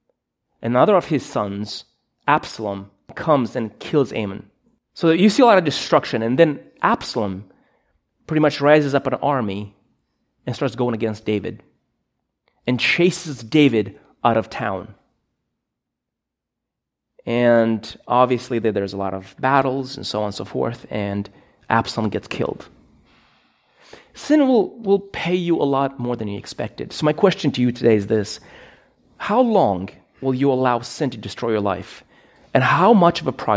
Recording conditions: large echoing room